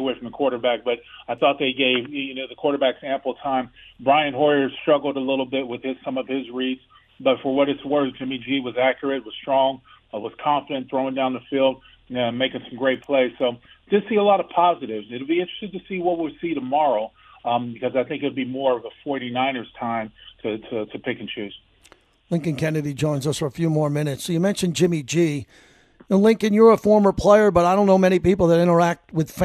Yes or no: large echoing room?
no